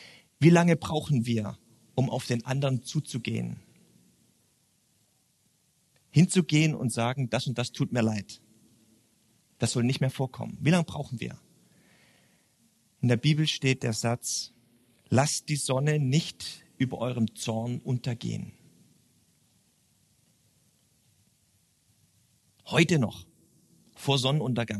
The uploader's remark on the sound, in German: beim churchbrunch im Stephanus eine Predigt gehalten